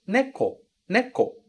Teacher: Cuidado com esse O do final para não virar U